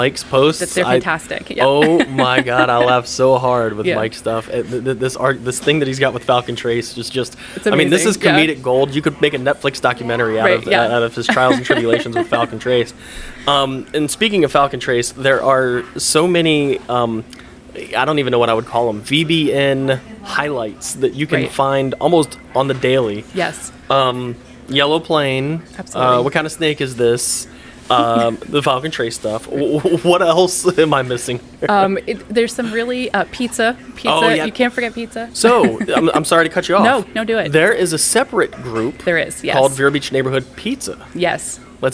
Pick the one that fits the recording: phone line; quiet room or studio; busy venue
busy venue